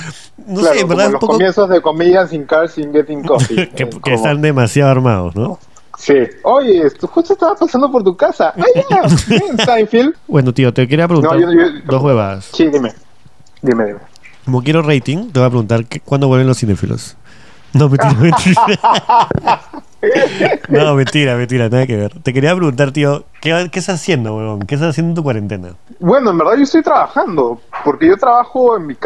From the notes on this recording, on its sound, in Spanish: Llamé por teléfono